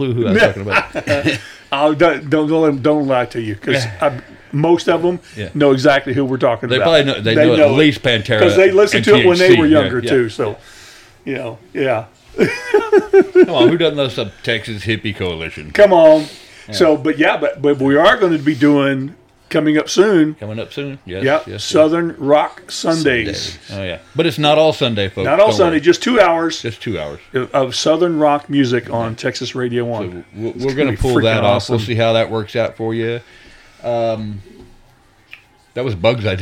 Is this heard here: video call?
no